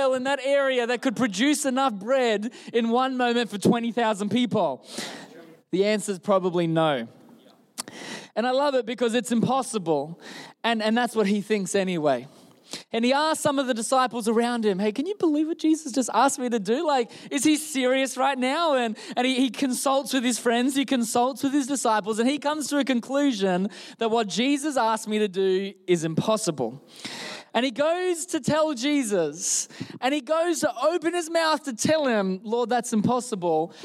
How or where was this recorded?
large echoing room